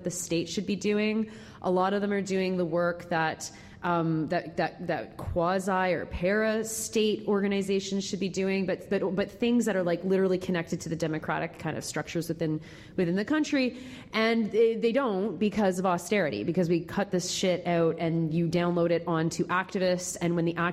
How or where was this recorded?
live audience